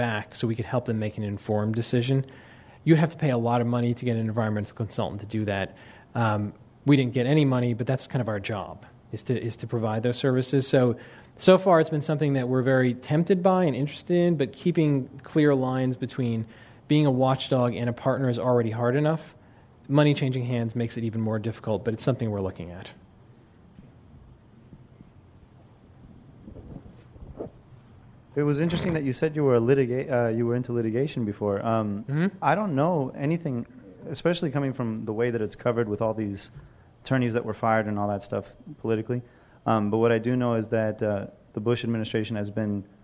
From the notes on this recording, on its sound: This program was recorded in front of a live audience at The Commonwealth Club on March 29, 2007